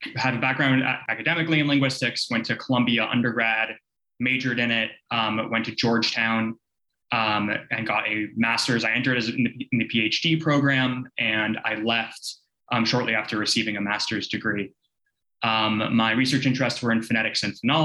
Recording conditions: video call